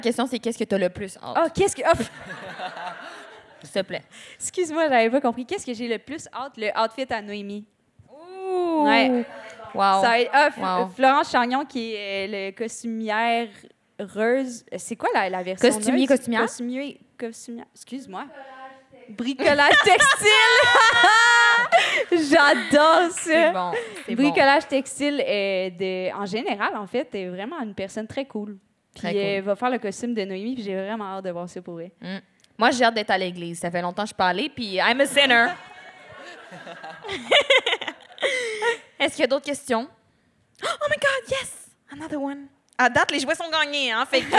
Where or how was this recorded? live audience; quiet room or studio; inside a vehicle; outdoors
live audience